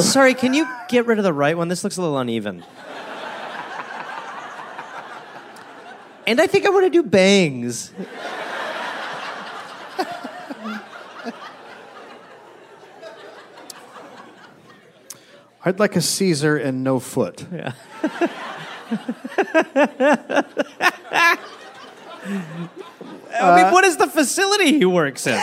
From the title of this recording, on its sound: Live in NY